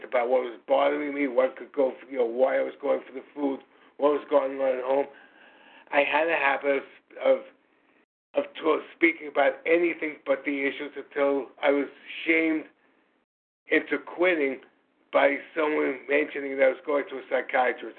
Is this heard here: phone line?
yes